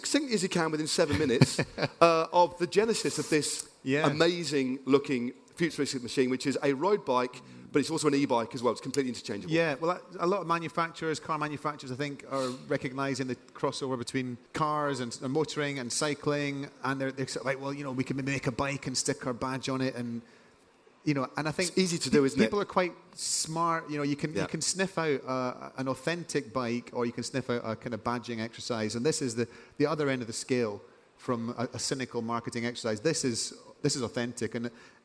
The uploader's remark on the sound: In this interview recorded on stage at Rouleur Live 2023.